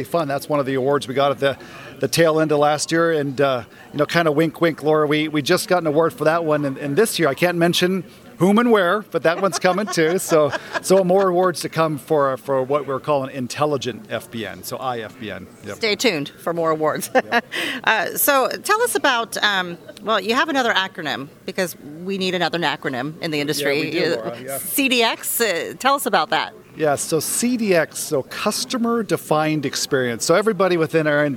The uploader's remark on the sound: Live from PTC'20